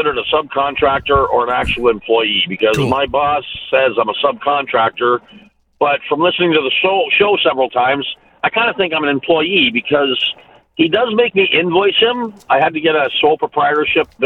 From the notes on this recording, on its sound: he answers your phone calls